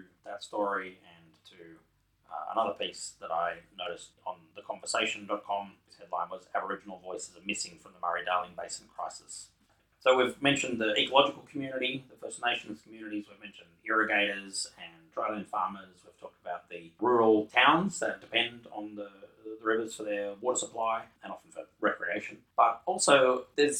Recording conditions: poor sound quality